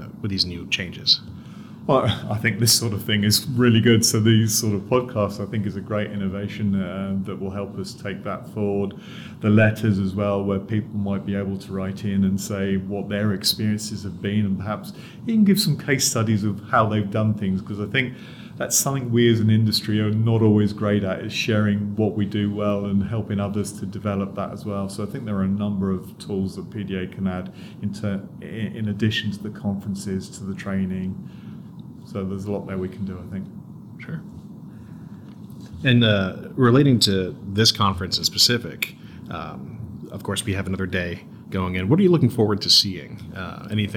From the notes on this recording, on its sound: This interview took place at the 2023 PDA/FDA Joint Regulatory Conference with over 800 attendees.